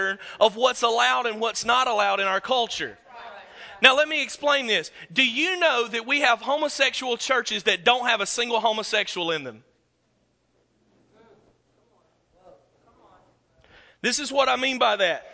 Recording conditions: live audience